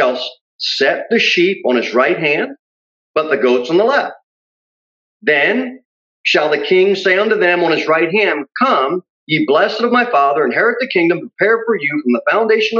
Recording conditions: large echoing room